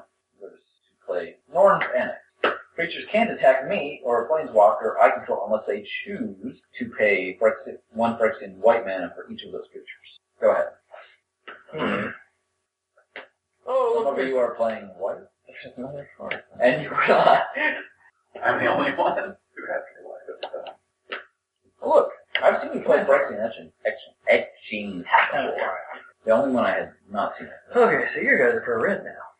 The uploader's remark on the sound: Live from Our Secret Undersea Base. The dorks dredge up an old live episode we had in the can. The sound is a little off.